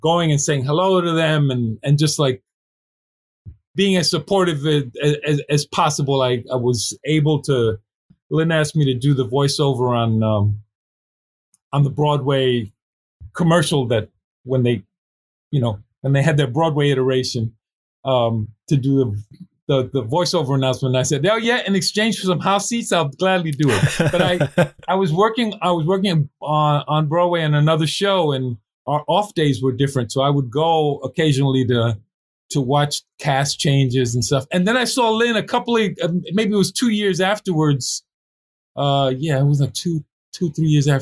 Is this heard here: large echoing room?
no